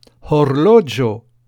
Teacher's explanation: Le H se prononce en expirant un peu d'air